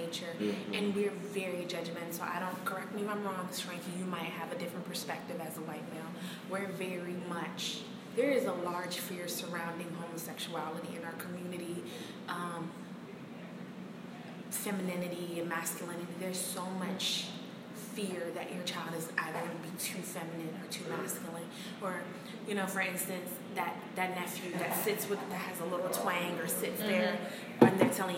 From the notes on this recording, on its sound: apologize for the background noise